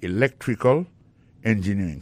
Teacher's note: accent tombé dans electrical là, c'est sur deuxième syllabe là